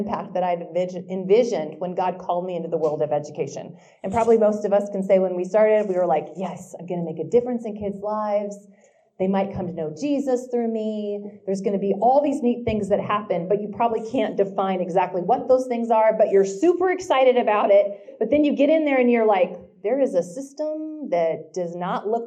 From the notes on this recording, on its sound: This week's LIVE episode comes from the first ever Manhattan, KS Teacher Prayer Breakfast!